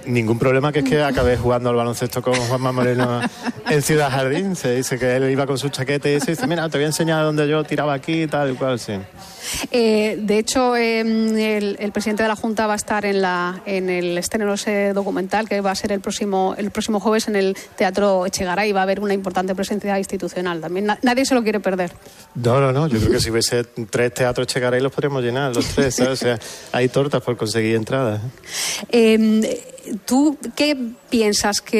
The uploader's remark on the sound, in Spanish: Nos trasladamos en directo hasta el Teatro Cervantes de Málaga para inaugura el Festival de Cine de Málaga.